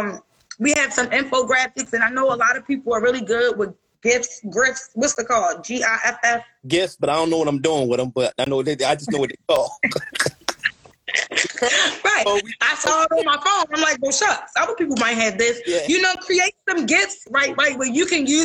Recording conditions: video call